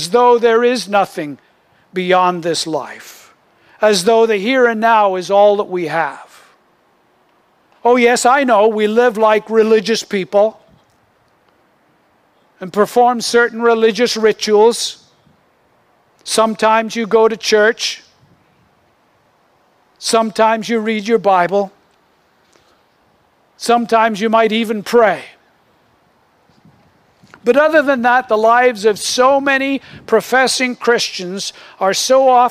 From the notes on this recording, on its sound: Originally recorded outdoors